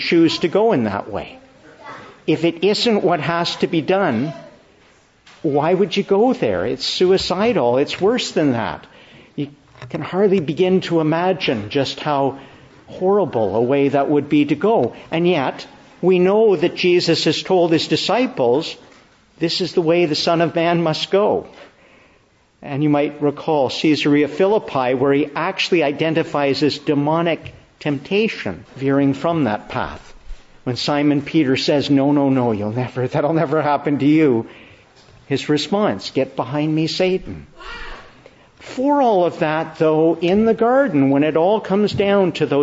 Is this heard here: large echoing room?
yes